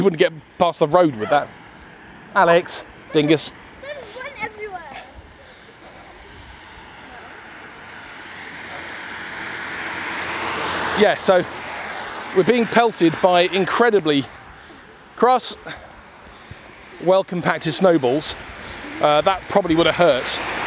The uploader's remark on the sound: you join us on our way to record some videos for church, whilst partaking in a snowball fight of sorts